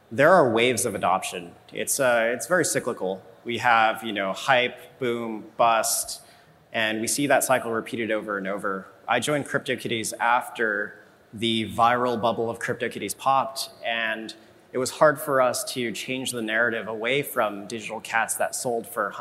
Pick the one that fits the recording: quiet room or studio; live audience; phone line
live audience